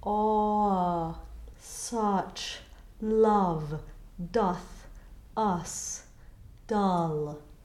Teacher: this vowel is an open O without the lips. · Term: upside down V · IPA: ʌ